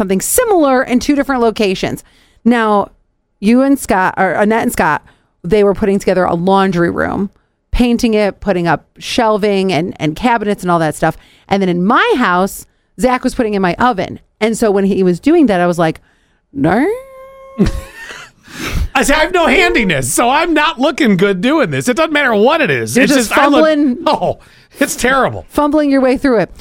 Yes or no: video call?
no